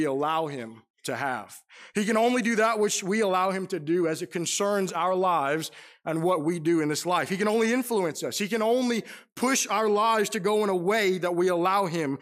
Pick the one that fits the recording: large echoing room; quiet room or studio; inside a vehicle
large echoing room